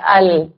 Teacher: अब हम जबान की आ रहे हैं नोक की तरफ, थोड़ा सा जबान का किनारा, जबान के अगले हिस्से के साथ, यानी उसकी नोक के साथ थोड़ा सा किनारा और थोड़ी सी नोक · Term: लाम